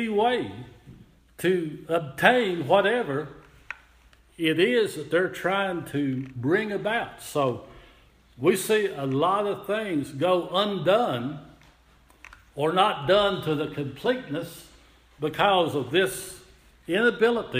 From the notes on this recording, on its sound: Audio Recording of worship service at Persia United Methodist Church in Rogersville, TN